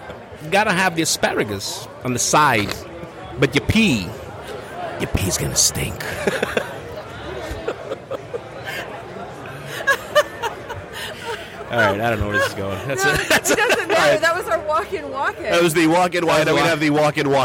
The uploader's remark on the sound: Live from Astronomicon